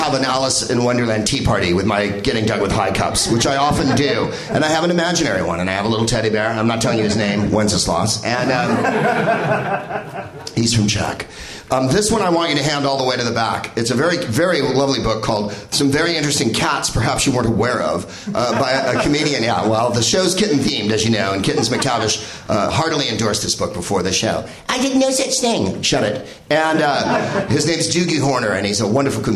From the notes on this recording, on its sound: Live from the NerdMelt Showroom in LA